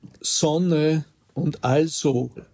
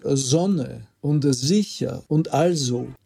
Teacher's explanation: das stimmhafte S im Anlaut vor Vokal · Shown in: second take · Also die österreichische Standardsprache würde einfach sagen Sonne und also.